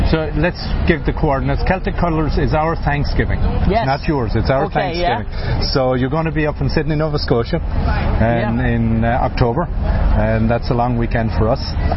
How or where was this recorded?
busy venue